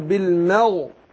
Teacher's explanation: رققت الميم ورحت داخل على تفخيم الغين